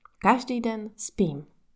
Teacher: And the stress is at the beginning.